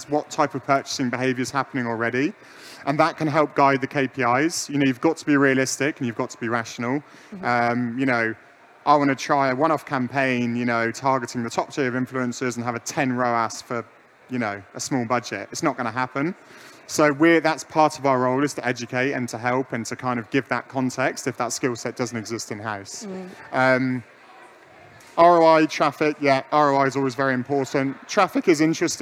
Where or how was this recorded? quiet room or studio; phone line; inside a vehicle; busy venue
busy venue